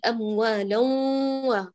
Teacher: ولا نقول أموالا فنأتي بغنة بشكل مبالغ فيه ونغطي على الواو تماما